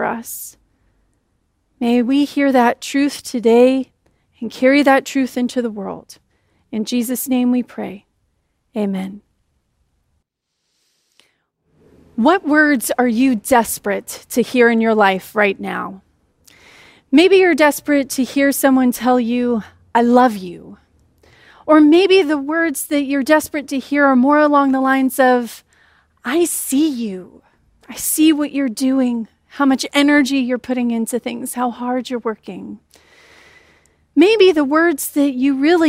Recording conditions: large echoing room